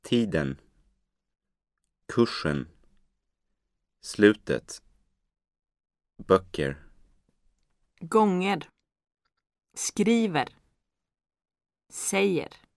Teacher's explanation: with a single rising intonation on the first syllable · Term: Accent 1